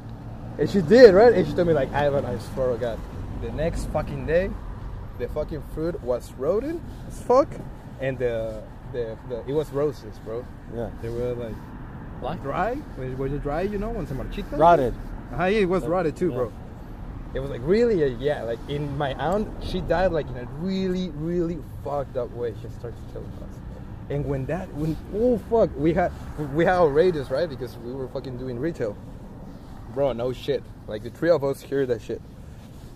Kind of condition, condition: setting, outdoors